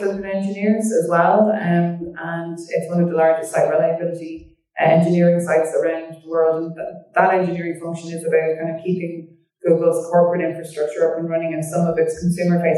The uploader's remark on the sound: Apologies for audio quality